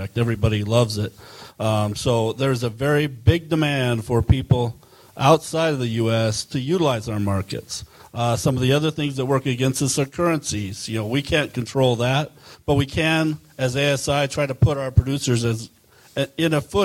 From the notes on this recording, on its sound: Live from the 140th Annual Meeting of the Montana Wool Growers Association